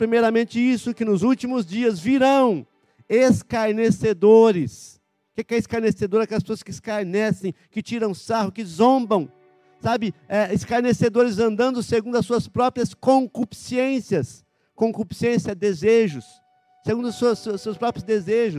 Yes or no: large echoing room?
yes